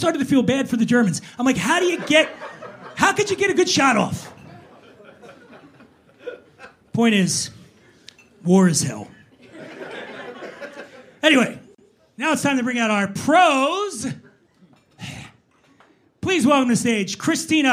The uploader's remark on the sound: Live at The Stand NYC, 1/5/23. He's joined on stage by a dynamite panel of comedic all-stars. This is, undoubtedly, the wildest live show we've ever done...